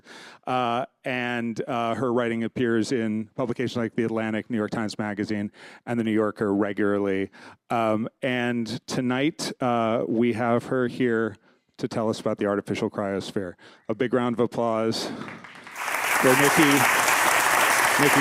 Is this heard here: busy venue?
yes